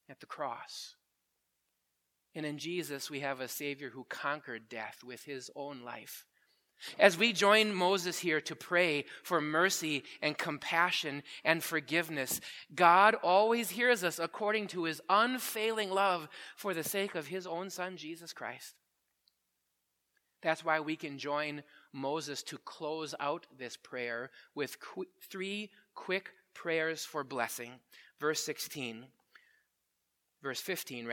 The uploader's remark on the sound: Preached at Grace Ev. Lutheran Church.